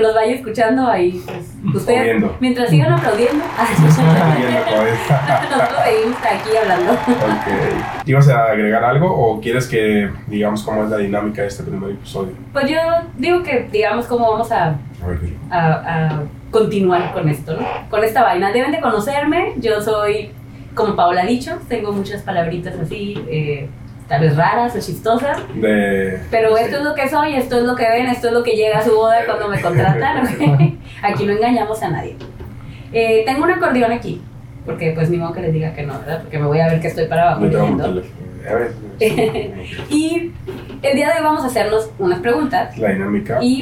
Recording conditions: poor sound quality